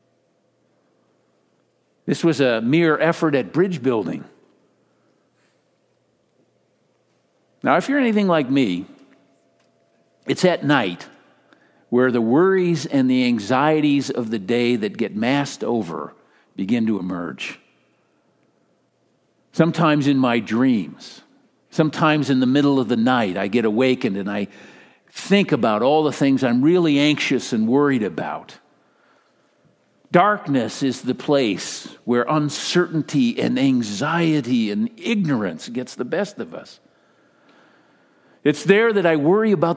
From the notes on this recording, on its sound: Delivered during the Contemporary Worship service.